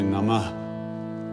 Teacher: It's really Namah with an aspirated H at the end.